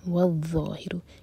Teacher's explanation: ظاہ کے لیے زبان ہماری اوپر والے دانتوں کو ٹچ کرنی چاہیے اور پیچھے زبان اٹھائیں گے، منہ بھر کر پڑھیں گے, والظاہر، یہاں پر زا کا ساؤنڈ بالکل نہ آئے، والظاہر